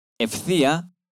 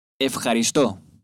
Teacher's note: мы вычитаем как эф, если после этого буквосочетания пойдет у нас глухая буква.